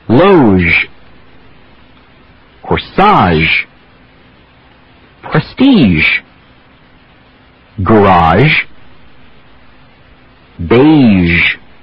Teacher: The same tongue position as sh, but keep the voice going. Try alternating back and forth for a minute between these two sounds by starting and stopping the voice. · Term: zh